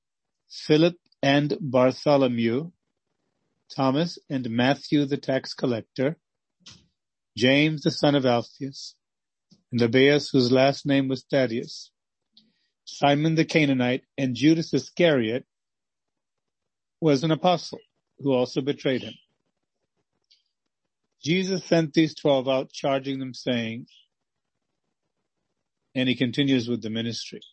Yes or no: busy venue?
no